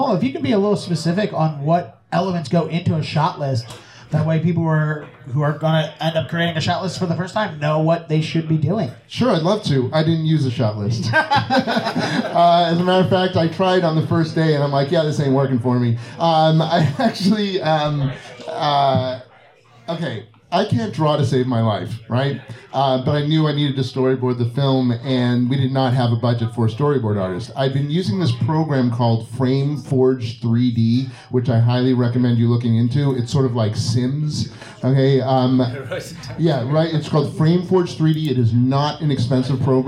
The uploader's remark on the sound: This episode of the podcast was recorded live at Orleans Restaurant in Davis Square as part of the 44th Annual Boston SciFi Film Festival.